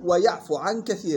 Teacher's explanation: ويلاحظ في ويعفو ضم الفاء وسطا دون واو مدية